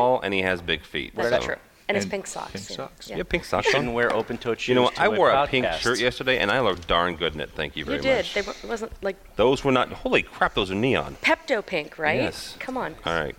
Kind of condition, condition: setting, busy venue